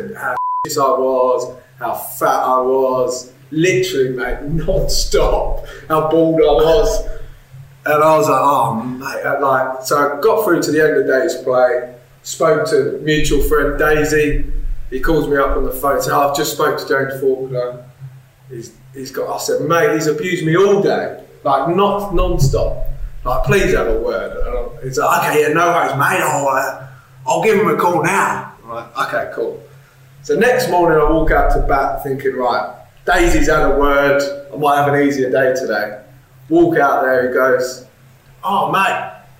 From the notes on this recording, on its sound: We had some technical difficulties when recording this episode